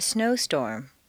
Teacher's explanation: Stress the first word of each phrase. · Term: set phrases